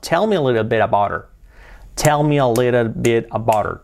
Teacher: A little bit about, la T de bit, bit, se convierte en una resuave, bit about her, y la T de about, también se convierte en un sonido suavecito, about her, y la H prácticamente saltamos